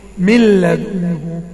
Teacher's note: اطبق الادغام بغير غنة بدون ما اسمع نون مطلقة اقول ايه مل لدنه، شوف مل مفيش نون خالص، مفيش نون.